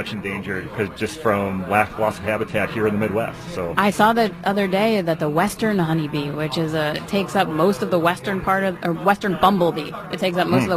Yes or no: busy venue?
yes